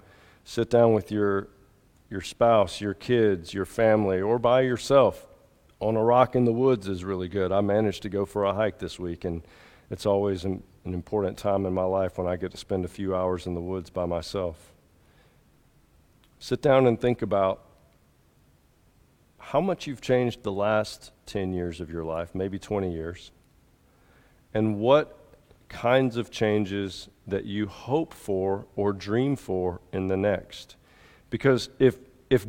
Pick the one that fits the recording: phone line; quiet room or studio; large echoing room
large echoing room